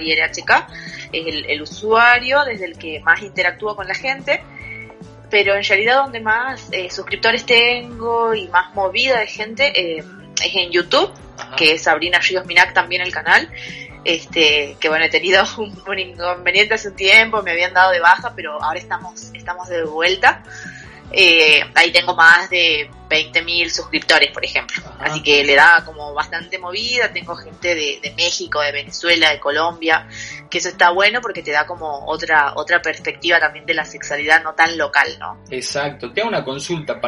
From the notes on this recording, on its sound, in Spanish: Charlas íntimas con un sonido de mierda